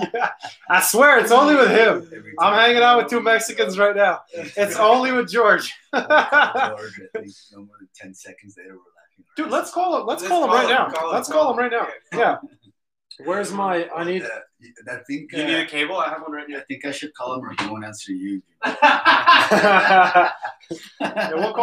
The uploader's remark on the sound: I had issues with the sound on this video but it's all figured out and will be better on the next one.